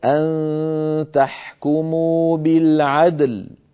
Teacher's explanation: فنقلقل الدال ونبين شدتها ونبين ونعطي اللام حقها من البينية · Term: قلقلتها